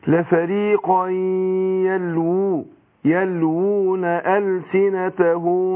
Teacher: الواو هنا مضمومة، فأنا بديها ايه إشباع، بشبعها شوية